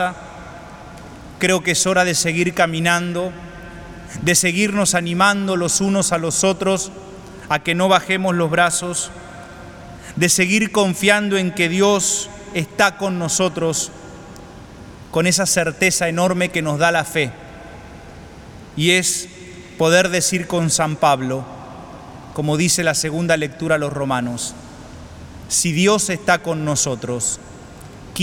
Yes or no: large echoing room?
yes